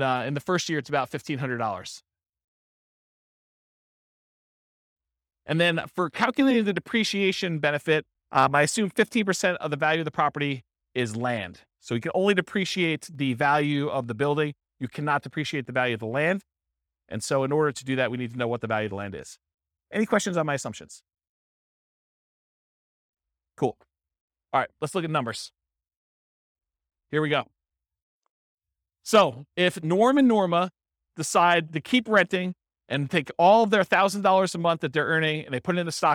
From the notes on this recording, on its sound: This was a live class recorded